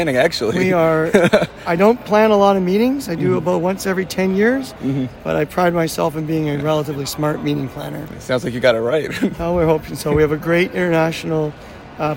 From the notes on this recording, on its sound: Check out “Heard on the Street” recorded during IDS Paris 2023.